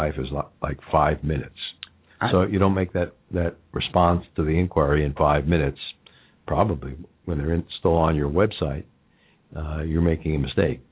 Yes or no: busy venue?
no